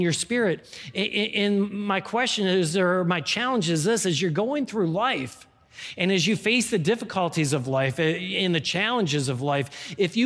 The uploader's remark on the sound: This is the core message from our live service on 2021-12-12.